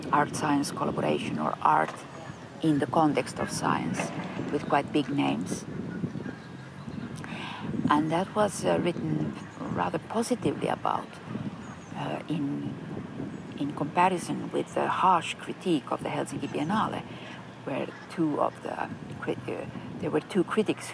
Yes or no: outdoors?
yes